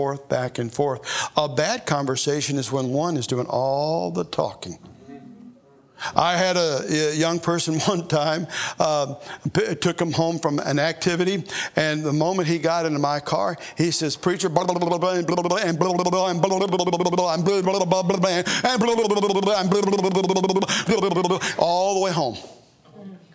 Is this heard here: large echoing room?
yes